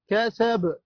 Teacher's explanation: باء ساكنة مقلقلة عند الوقف